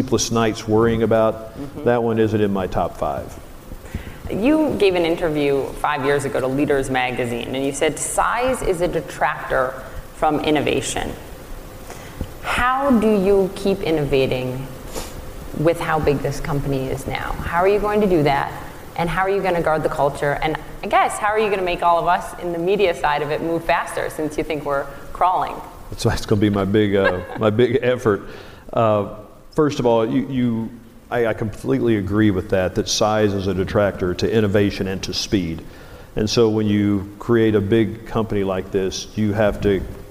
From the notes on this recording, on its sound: This interview was recorded live at The Relevance Conference in Santa Barbara.